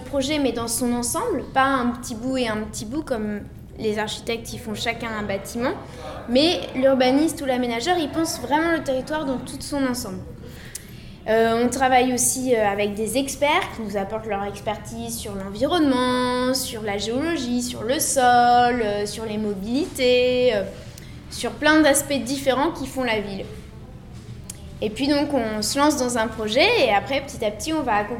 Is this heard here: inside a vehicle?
no